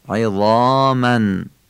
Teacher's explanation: عین عظامن غلیظ گفته میشه و کسرش هم که فصیح گفته میشه، عظامن. زای دستدار رو مثل ذال باید نوک زبانی بگیم ولی درشت، الفش هم آخونده میشه، درشت گفته میشه، عظامن.